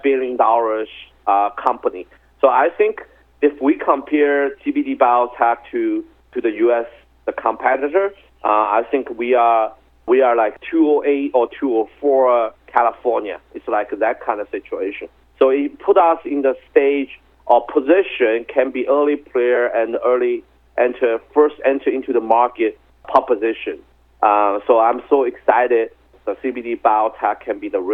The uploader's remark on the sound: called into SmallCapvoice